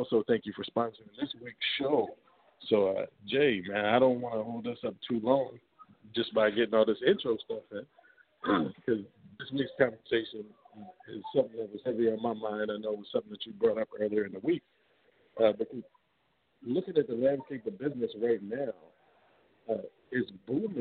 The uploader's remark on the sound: GOING LIVE FROM THE GRAND OPENING OF A SMALL BUSINESS. GRAND OPENING OF DRUNKEN SUSHI CATERING AND CAFE AT 16 S.